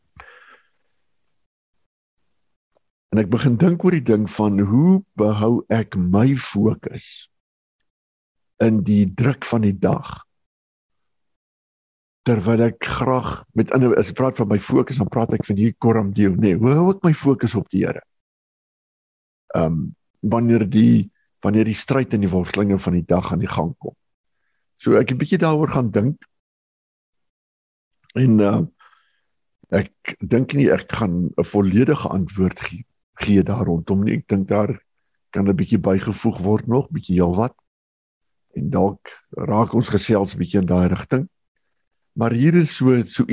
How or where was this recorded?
video call